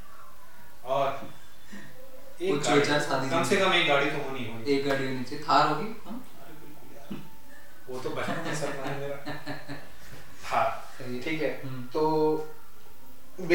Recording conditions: poor sound quality